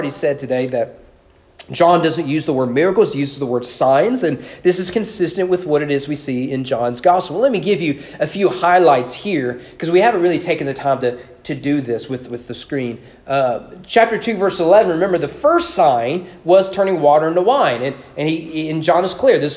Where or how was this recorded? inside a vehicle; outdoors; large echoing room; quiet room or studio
large echoing room